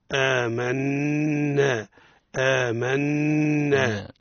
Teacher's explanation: آمنا نون مشدة لها الغنة حكمها إظهار الغنة فيها تقرأ هكذا آمنا آمنا بالله بالله ترقيق اسم الجلالة لأنها سبقت بكسر.